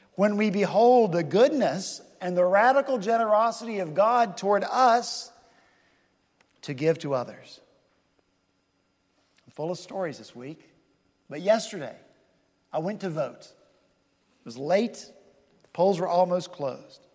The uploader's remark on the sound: at Redeemer Presbyterian Church in Charleston, SC